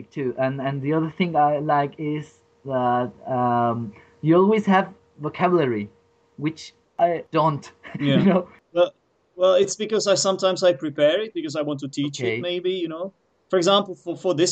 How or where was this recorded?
video call